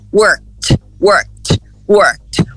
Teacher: como o K não vibra as cordas vocais, o som do D vai ser impossível. Então, o próprio americano vai transformar esse D em T. Então, em vez de worked, se você fala worked, pode parar de falar, porque não existe essa palavra.